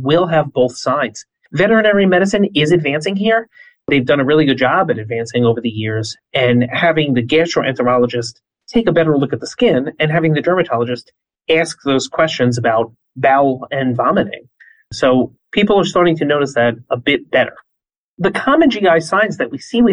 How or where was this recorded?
video call